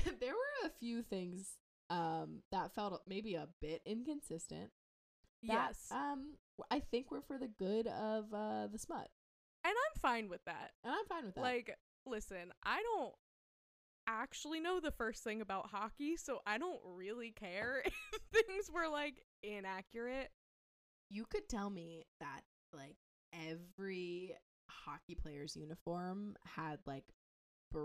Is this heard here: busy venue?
no